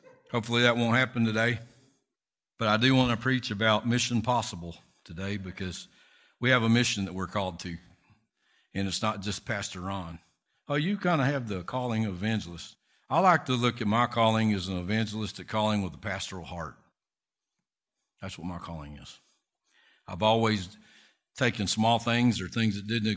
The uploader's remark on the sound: Recorded from South Gate Fellowship in Duncanville, TX on Sunday, February 27, 2022.